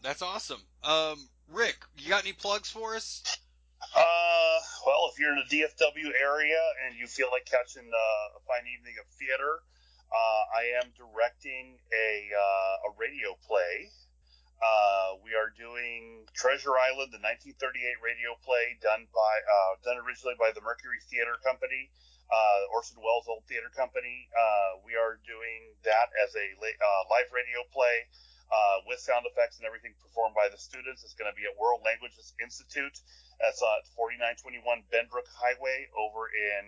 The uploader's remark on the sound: There are technical difficulties throughout.